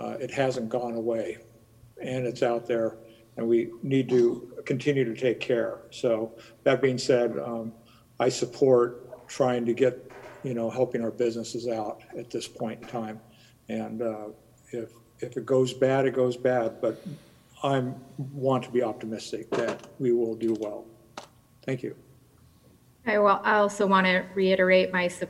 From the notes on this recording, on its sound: Live recording of the Astoria City Council meeting, June 1, 2020.